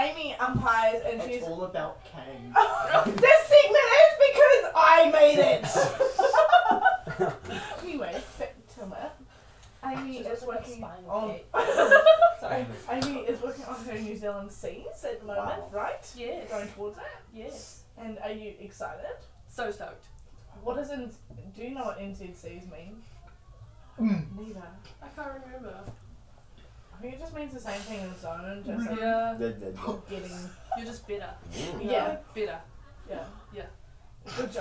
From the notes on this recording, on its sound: There is a lot of laughing in this, also sorry for any bad microphone quality we had to get rid of our old one.